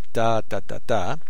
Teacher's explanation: Then it has a what's called a choriam, a long and two shorts and a long